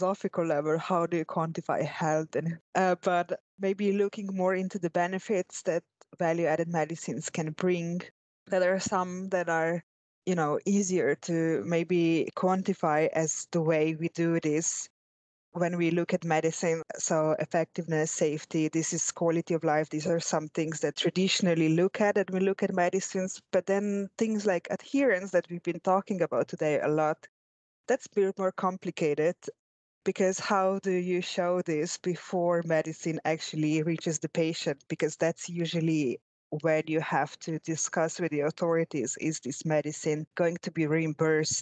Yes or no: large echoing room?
no